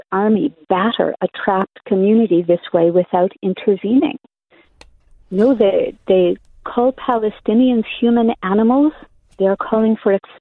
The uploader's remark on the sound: She now lives in New Zealand. Over the phone.